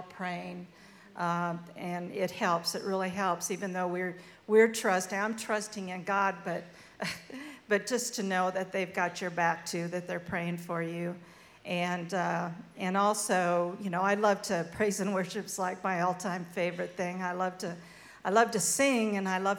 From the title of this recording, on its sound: Live Panel Discussion